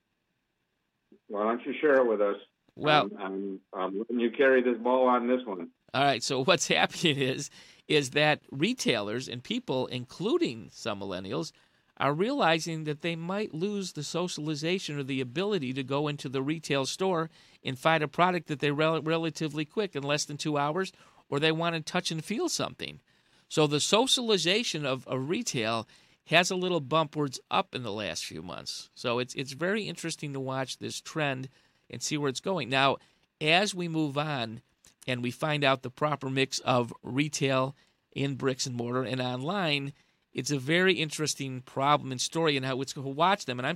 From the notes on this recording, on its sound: Joins through the phone from Orlando, Florida. Meanwhile, in studio we have special guest.